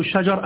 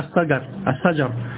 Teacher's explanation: أنه كان ينطق الشين سينا · Shown in: second take